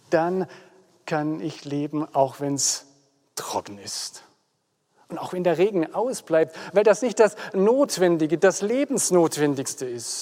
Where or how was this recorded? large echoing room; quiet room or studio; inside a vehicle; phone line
large echoing room